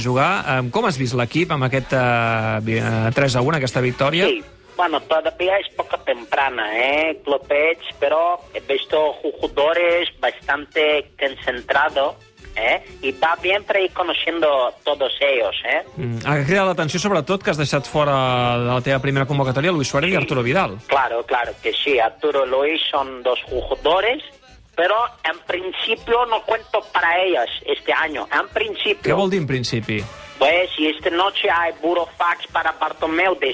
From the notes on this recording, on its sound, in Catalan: Li truquem en directe per tancar programa els dissabtes